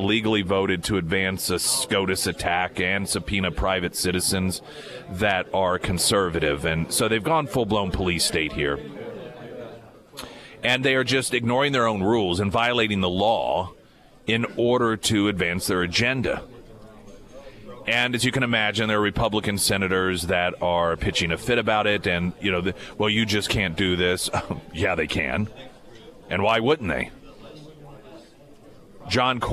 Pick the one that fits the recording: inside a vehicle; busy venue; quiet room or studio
busy venue